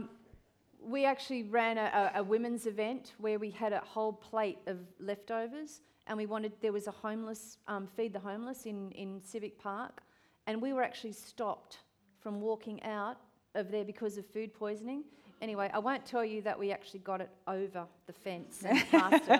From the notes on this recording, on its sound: This session was recorded at the 2019 Newcastle Writers Festival.